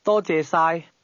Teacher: The tone in 多谢晒 begins high and then falls before rising to the mid level.